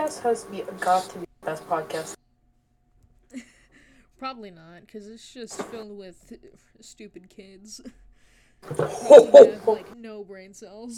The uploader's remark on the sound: sorry my mic is quiet